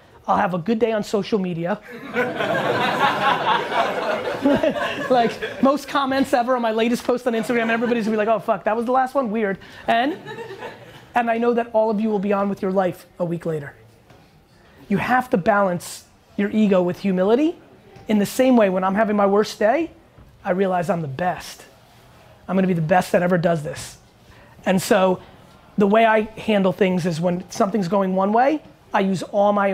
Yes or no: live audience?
yes